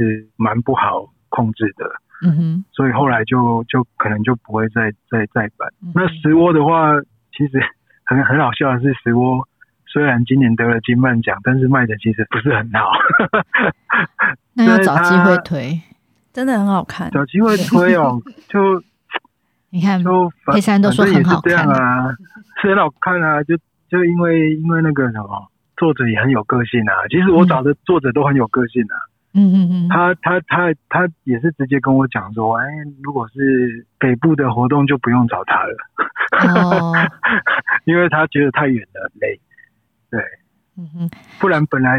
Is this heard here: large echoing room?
no